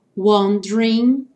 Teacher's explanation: sem falar o E do meio nem o G do final, what dress, juntinho, to wear now.